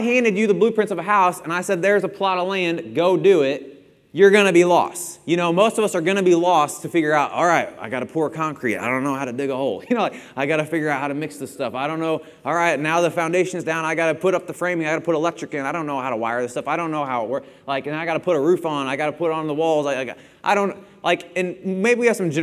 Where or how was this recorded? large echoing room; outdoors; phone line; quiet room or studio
large echoing room